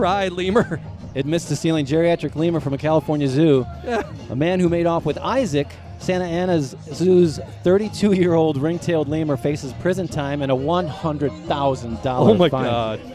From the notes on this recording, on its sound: Animal Talk Live At A Porch Party. Live at M-Brew in Ferndale.